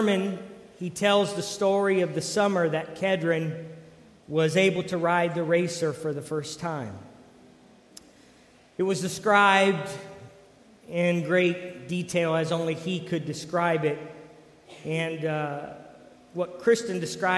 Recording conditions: large echoing room